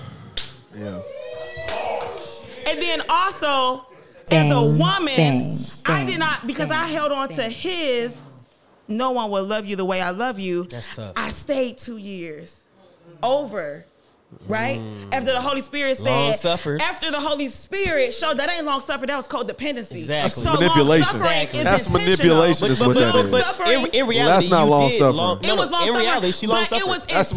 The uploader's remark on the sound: We hear from a few members of the live studio audience.